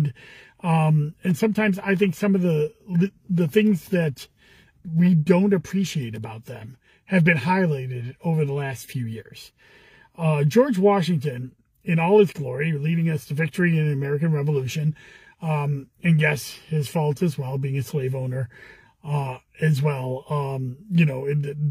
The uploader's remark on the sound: Commissioner in a Car